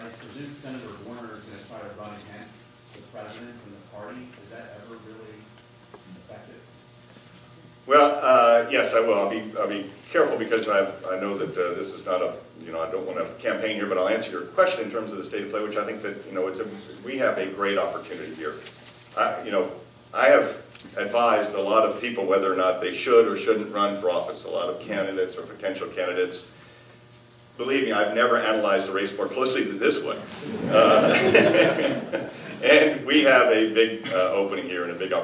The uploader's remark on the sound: Addresses The Ripon Society's 4th Annual Symposium On Leadership on March 7, 2014. Appeared before a legislative symposium sponsored by The Ripon Society, delivering a Keynote Address.